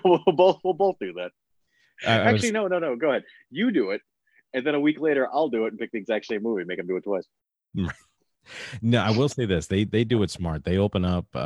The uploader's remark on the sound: This entire audio file is ripped from the Zoom video of their Facebook Live feed.